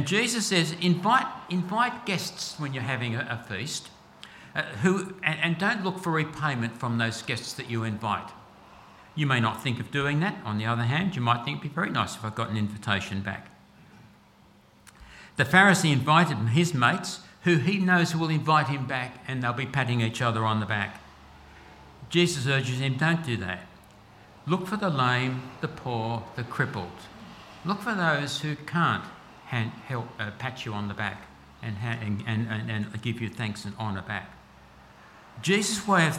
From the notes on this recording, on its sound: at all services of Helensburgh and Stanwell Park Anglican Church.